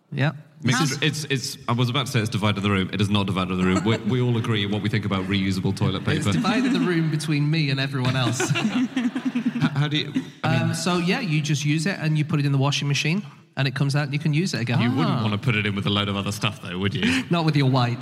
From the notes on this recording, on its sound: Live from Liverpool.